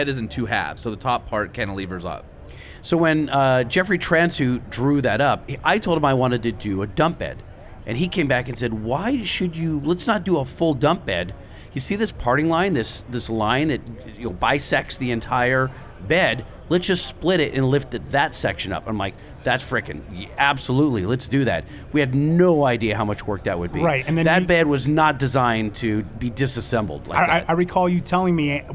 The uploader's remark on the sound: SEMA Show 2023 Part 1, Live From The EGR Booth